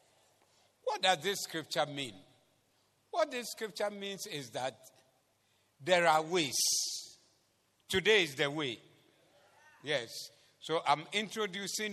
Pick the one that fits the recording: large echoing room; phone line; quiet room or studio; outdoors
large echoing room